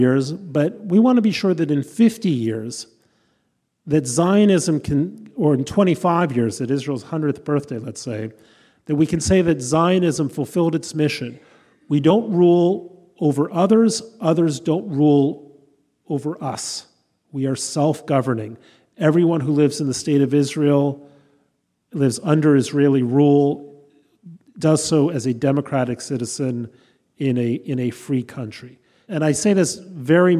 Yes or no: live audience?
yes